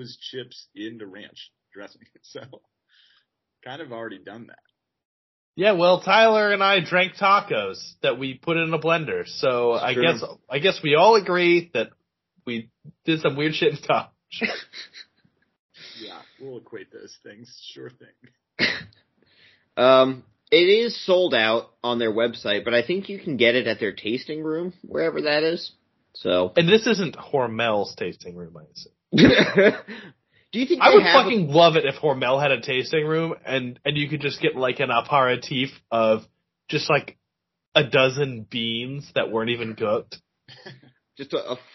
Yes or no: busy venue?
no